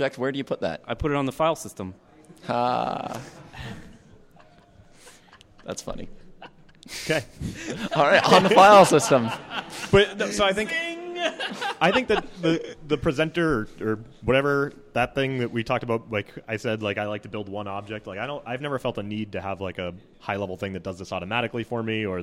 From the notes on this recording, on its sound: Live from RailsConf. We also field audience questions.